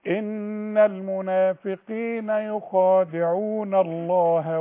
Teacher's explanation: كلمة الله الهاء دائما مرققة في المصحف ولازم ابينها، يطلع شوية هوا